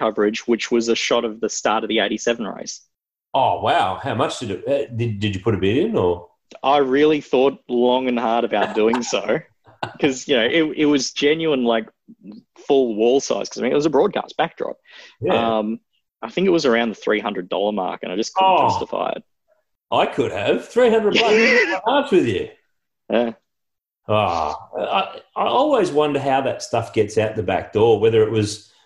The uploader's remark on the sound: recorded over Zoom